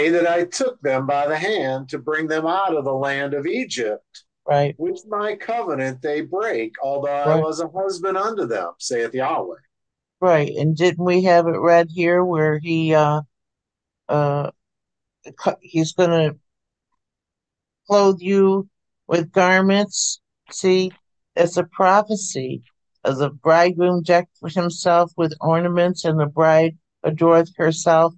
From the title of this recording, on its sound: Oceanside Zoom Class